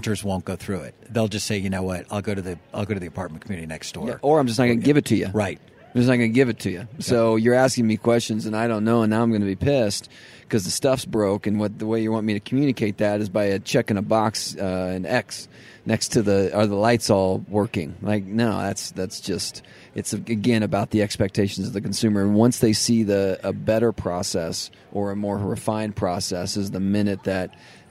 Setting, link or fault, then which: setting, busy venue